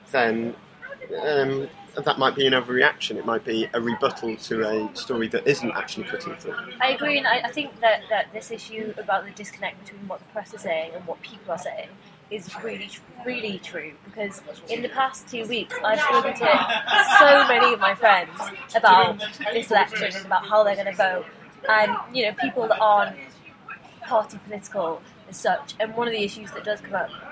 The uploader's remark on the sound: Record the podcast outside in the sunshine (complete with a spontaneous display of pure #milifandom).